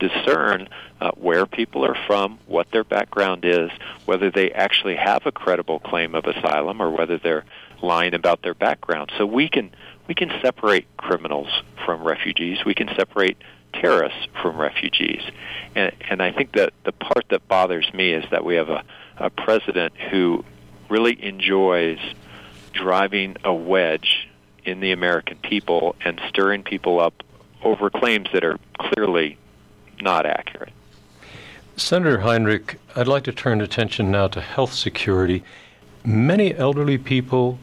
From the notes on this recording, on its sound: By audio link from Albuquerque, New Mexico. This short interview was conducted as a news service with one of New Mexico’s sitting senators, not as a campaign appearance.